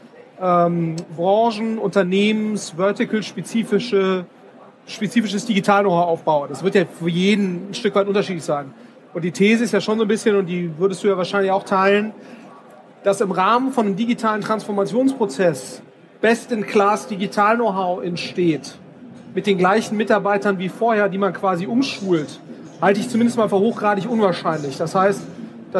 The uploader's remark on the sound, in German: Auf dem #OMR Festival in Hamburg